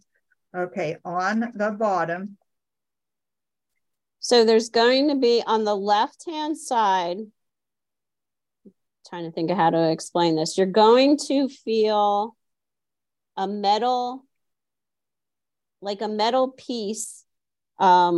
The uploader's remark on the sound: Originally Broadcasted June 26, 2023, on ACB Zoom